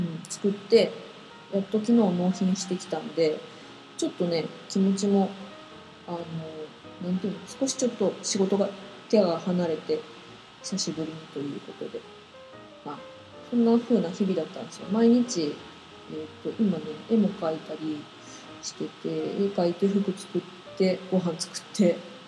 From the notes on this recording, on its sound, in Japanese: パソコンのフィンが回っちゃって雑音多いです